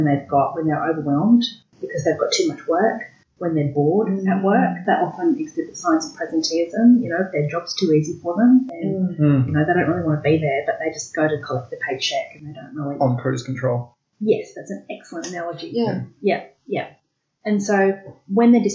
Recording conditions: poor sound quality